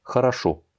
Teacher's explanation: l'accent tonique est sur le troisième O, le dernier, la dernière syllabe, et donc les deux premiers n'étant pas accentués vont se prononcer comme des A.